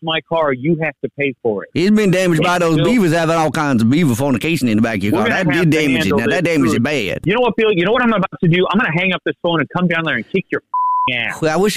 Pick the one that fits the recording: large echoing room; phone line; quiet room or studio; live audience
phone line